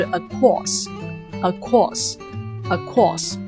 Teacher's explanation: course 这个音节要特别的响亮，然后 a 这个音节呢就沉下去就可以了 · Term: 重音节